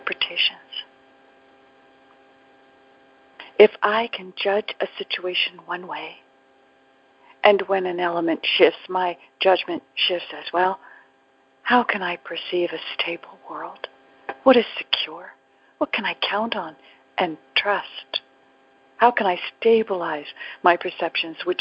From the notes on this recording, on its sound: ACIM Daily TEXT Conference Call.